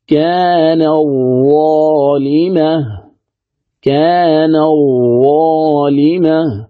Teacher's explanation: تدغم التاء في الظاء فتصير ماذا؟ تصير ظاء · Term: إدغام متقاربين